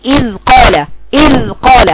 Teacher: مخرج الذال فوق اهو عند اطراف الثنايا العليا مع طرف لسانك، ما تقفليش معاها الثنايا السفلى، ما تجيبيش الثنايا السفلى معاها، عشان الاخت بتقول اذ قال وتستعجل على المخرج بتيجي قلقلة في الذال.